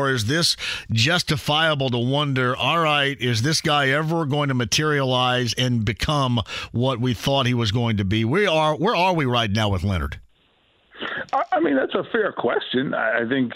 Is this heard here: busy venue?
no